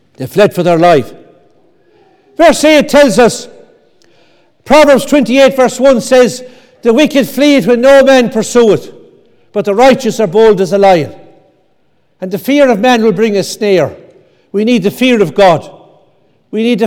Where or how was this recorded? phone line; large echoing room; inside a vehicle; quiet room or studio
large echoing room